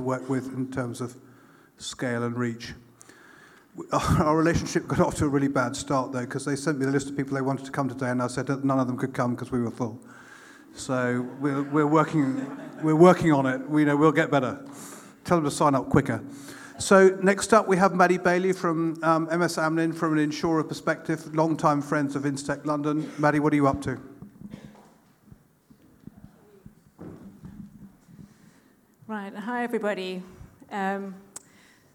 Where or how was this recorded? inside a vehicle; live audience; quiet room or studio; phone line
live audience